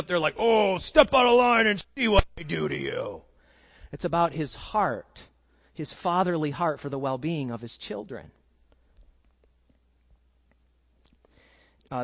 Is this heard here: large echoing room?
yes